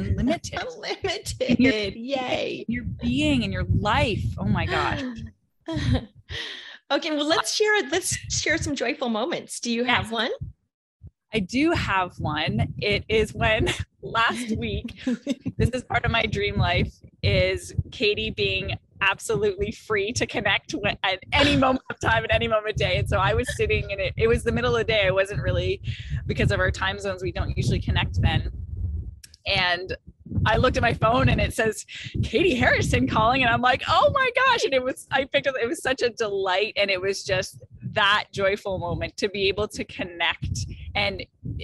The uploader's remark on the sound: recording for the first time from her life of unlimited freedom- the campground outside her RV!